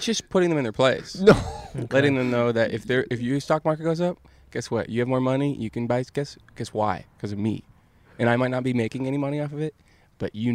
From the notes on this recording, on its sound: Outside A Car Dealership. Recorded outside a Nissan dealership in Los Angeles, before the pandemic.